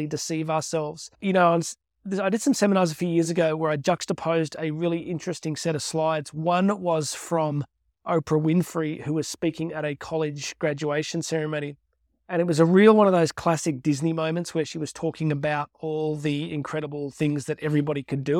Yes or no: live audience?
no